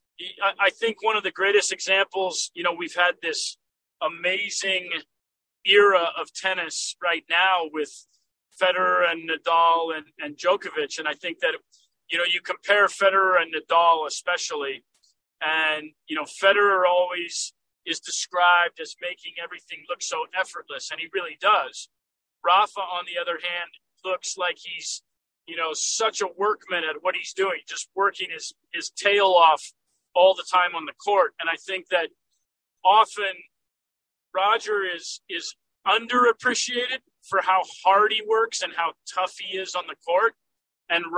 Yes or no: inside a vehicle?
yes